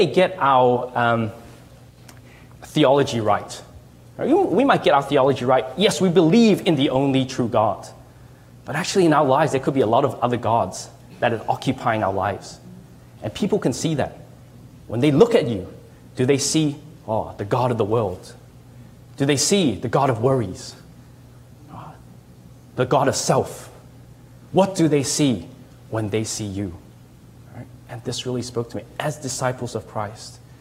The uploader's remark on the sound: Delivered this message at LHIM ‘s annual 2017 Kingdom Fest. Delivered this message at LHIM ‘s annual 2017 Kingdom Fest.